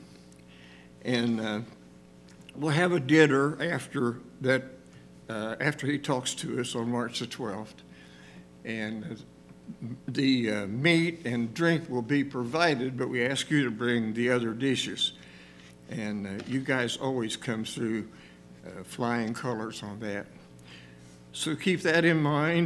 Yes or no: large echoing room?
yes